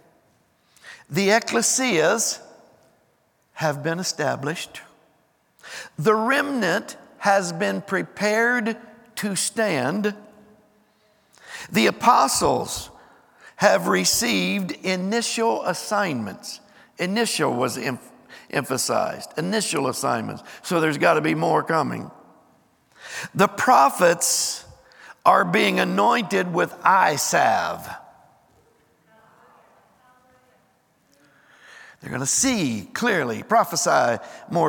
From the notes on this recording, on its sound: Recorded live on 12/31/23.